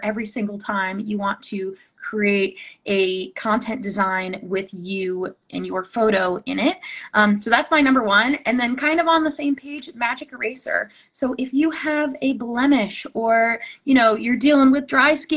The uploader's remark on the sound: re-airing an Instagram live